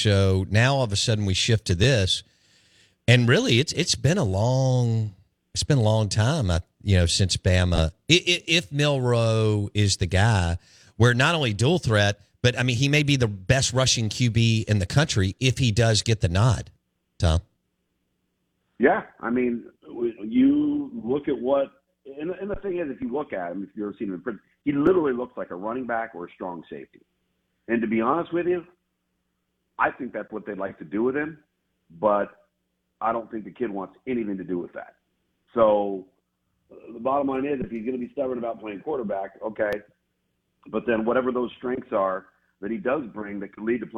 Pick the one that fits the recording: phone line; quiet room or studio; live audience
phone line